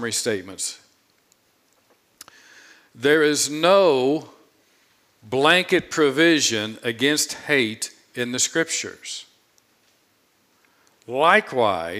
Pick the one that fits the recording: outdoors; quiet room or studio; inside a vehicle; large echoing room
large echoing room